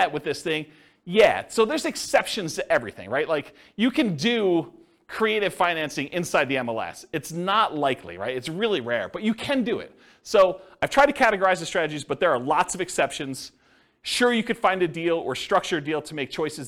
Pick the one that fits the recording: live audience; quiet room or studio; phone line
live audience